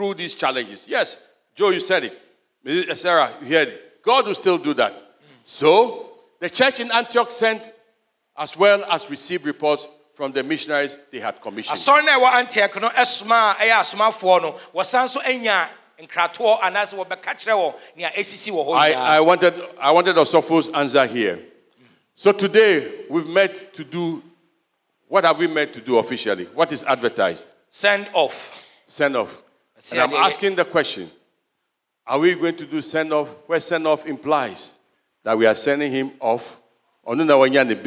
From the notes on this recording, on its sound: Sermon preached at CBC Shiashie Campus on Sunday September 25, 2022